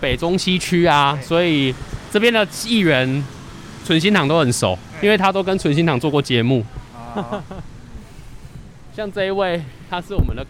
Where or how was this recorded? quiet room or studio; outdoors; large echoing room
outdoors